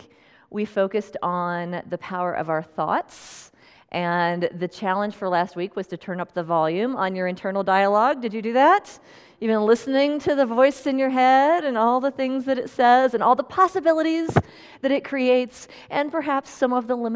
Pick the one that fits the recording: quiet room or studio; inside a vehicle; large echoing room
large echoing room